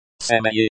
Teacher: Семьи, the stress is on the second syllable